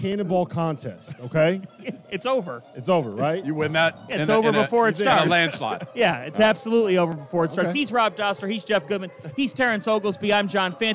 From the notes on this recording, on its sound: Live from Stadium Swim in Las Vegas.